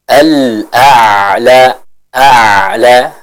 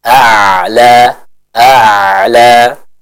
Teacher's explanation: kita sempurnakan dulu hamzahnya lalu masuk ke huruf ain